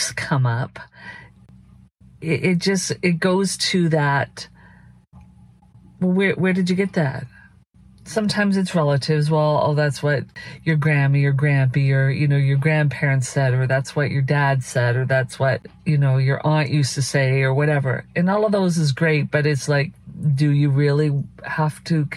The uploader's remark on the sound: These are vehicle videos so there will be some sound in the background. Vehicle Videos(VV) are unscripted, unedited, focused videos in our vehicles ! We have transferred the audio for your listening pleasure (the audio is from within a vehicle).